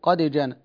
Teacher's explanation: ورش لا يدغم الدالة في الجيم، لا أقول قد جاءنا، خطأ، قد جاءنا.